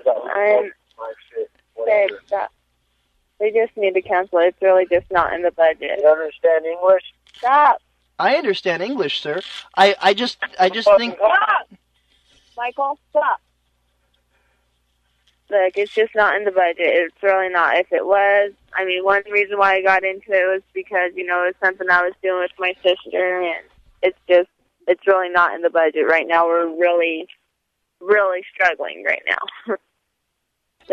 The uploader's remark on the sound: Prank Phone Calls